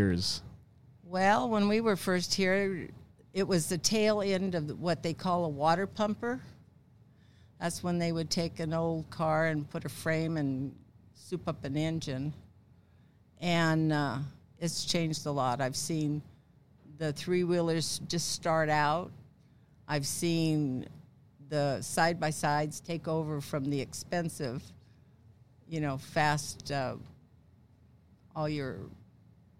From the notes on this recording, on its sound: It’s all live from Camp RZR. Welcome to Glamis.